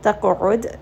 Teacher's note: It is also heavy. تَقْعُدْ Dal also has قَلْقَلَة، so give it a bit of bounce